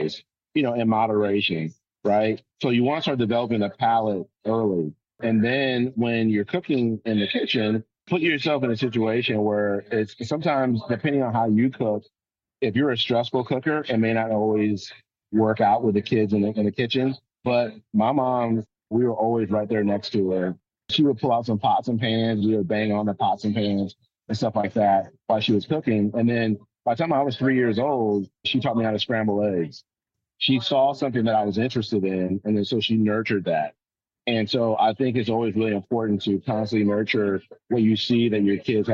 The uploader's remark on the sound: Via Zoom at—where else?—Jacksonville International Airport. While he awaited his flight to Miami.